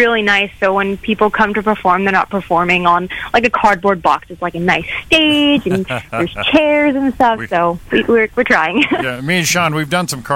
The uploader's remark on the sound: All Phone Lines Lit